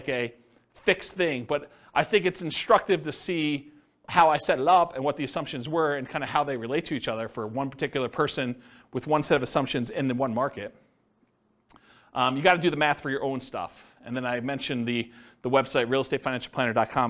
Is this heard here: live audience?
yes